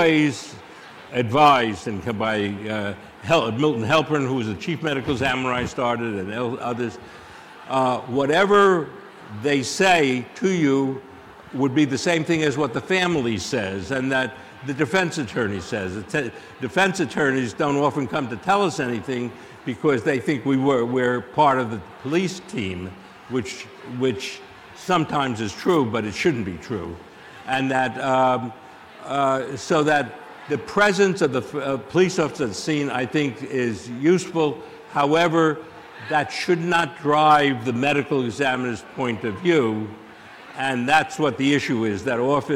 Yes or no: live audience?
yes